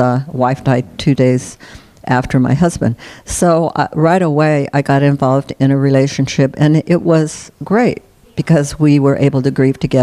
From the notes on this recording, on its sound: At the 44th annual conference for the Association for Death Education and Counseling (ADEC)